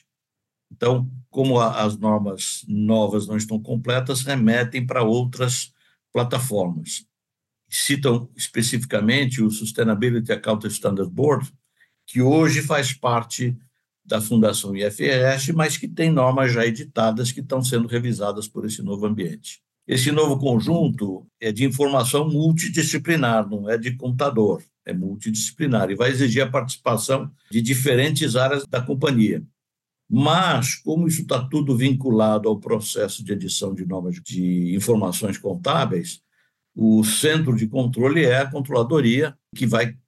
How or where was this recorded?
video call